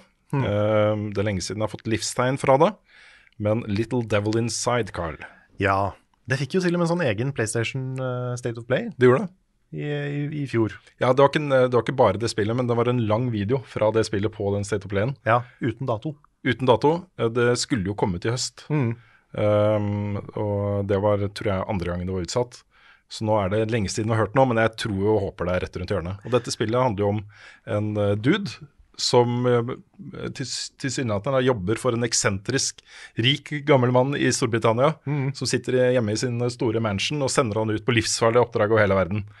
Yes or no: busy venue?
no